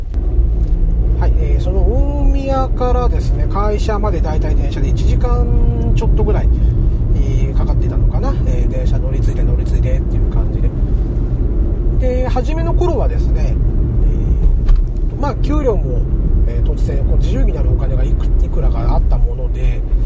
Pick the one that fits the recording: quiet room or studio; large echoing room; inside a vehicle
inside a vehicle